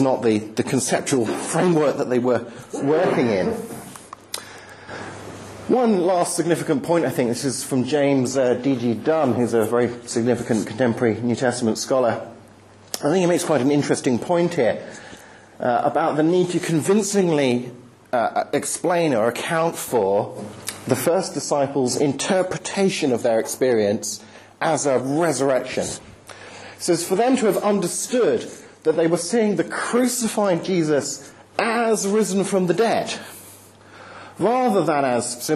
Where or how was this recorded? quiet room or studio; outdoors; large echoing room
large echoing room